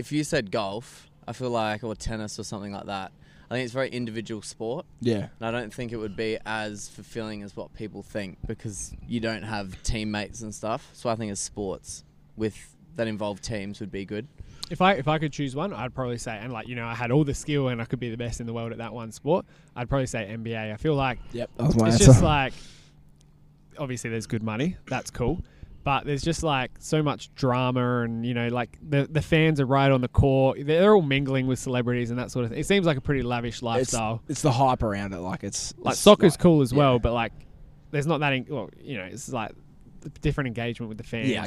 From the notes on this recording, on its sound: we recorded outside